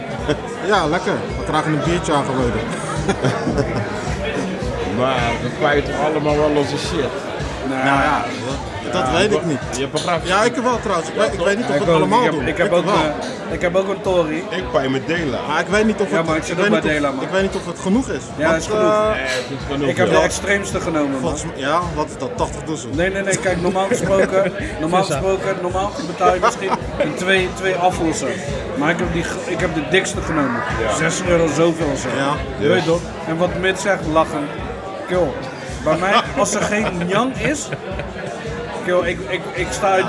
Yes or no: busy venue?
yes